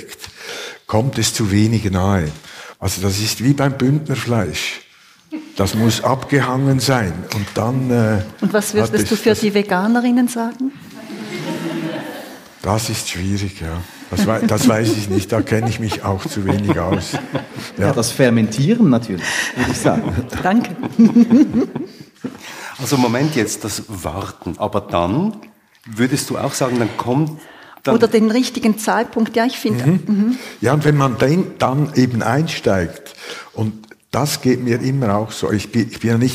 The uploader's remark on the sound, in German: Live aufgenommen an der literaare in Thun.